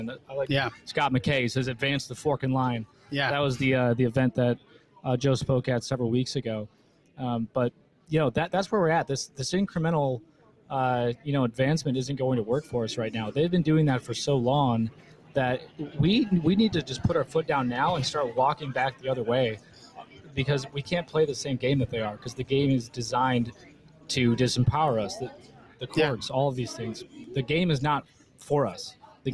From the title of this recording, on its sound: Live From The Reawaken America Tour in San Antonio, TX!